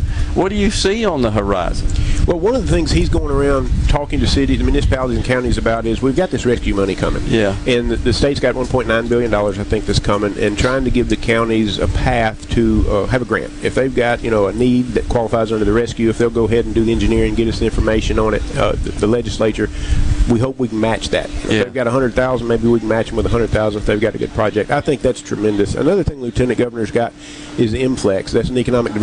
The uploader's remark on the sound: broadcasting LIVE on location from The Mid-South Forestry Equipment Show in Starkville